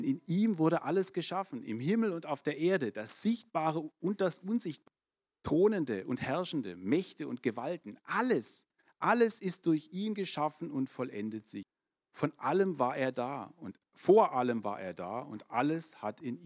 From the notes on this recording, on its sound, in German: 2022 in der Gemeinde Kaleo Schopfheim aufgenommen.